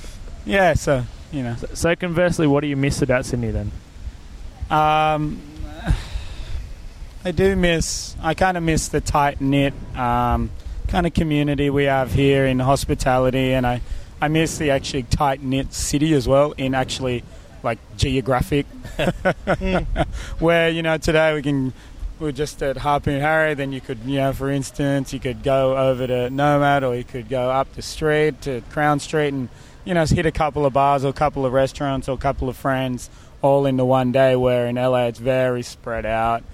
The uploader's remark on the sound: we recorded it in the sunny Harmony Park in Surry Hills